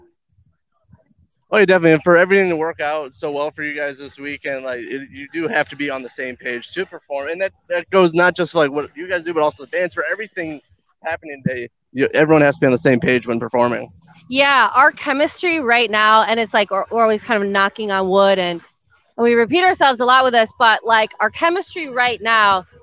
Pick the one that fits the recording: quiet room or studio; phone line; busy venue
busy venue